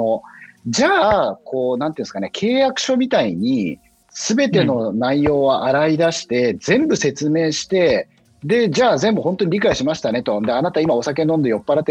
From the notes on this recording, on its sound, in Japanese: 収録はzoomを活用して遠隔で行いました。音声が聞きづらい部分がある点、ご了承ください。